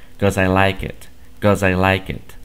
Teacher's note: Y acá en lugar de decir I'm living here because I like it, ya no dicen el because completo, simplemente dicen cause · Term: slang